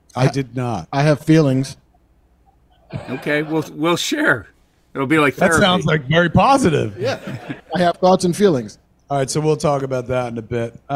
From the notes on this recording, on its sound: LIVE from SModcastle Cinemas! LIVE from SModcastle Cinemas in Atlantic Highlands, NJ. Maybe some audience Q&A.